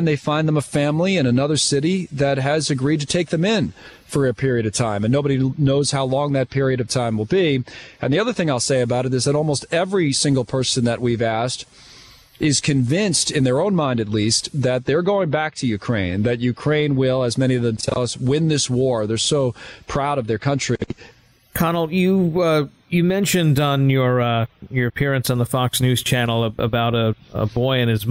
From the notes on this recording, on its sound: outside a refugee camp in Przemysl, Poland